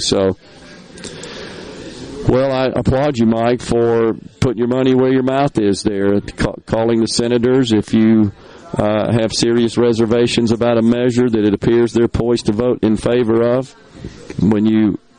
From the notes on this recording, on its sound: MidDays is LIVE from Carter Jewelers on High Street in Downtown Jackson as folks get their last minute Christmas shopping done.